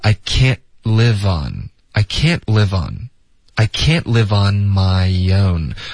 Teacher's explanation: Can't 的特我们会省略。这个时刻大家一定要尽量导致一个干脆的停顿。Can,这个不行。这个 N 的音拉得太长了。OK?一定要顿。Can't，结尾一旦舌尖顶上个 Ican't，嗯，一点这个嗯就够了。I can't live 跟 on 我们要连读